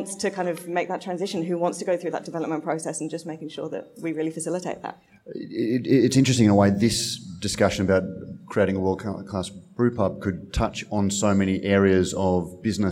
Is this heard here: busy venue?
yes